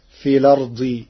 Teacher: قرأ ورش كلمة الأرض بنقل حركة الهمز إلى الساكن قبلها فتصير في الأرض تخفيفا.